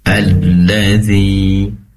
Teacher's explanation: pastikan tasydidnya di lam diperjelas atau ditekan, atau durasi penempelan lidah depan ke langit-langit lebih lama